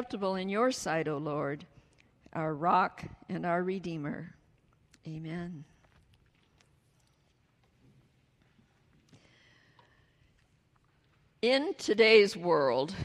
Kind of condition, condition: setting, large echoing room